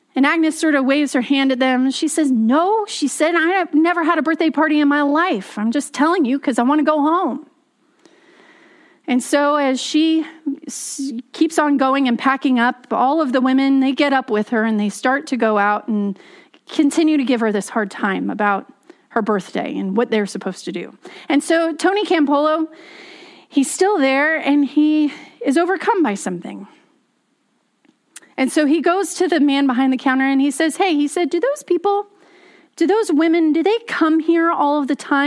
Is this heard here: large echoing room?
yes